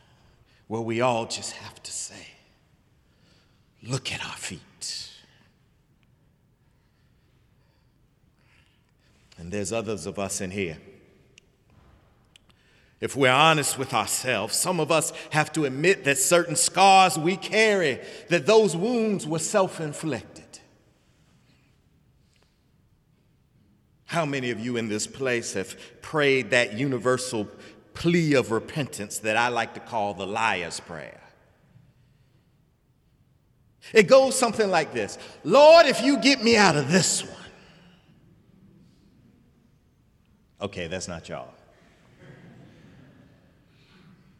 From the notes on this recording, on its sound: Sunday sermon April 15, 2018 in the Memorial Church of Harvard University